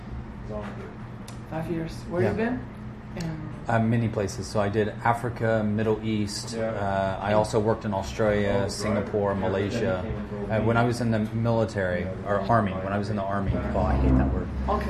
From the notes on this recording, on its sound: live unedited interview from the field